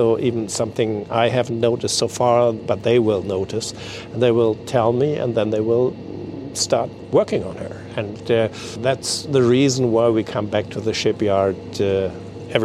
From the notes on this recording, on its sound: The DAGAMR AAEN has been in the "C.j.Skibs-og Bådebyggeri" shipyard in Egernsund/Denmark for a good week. Made themselves comfortable UNDER the Dagmar Aaen for the recording of this podcast episode.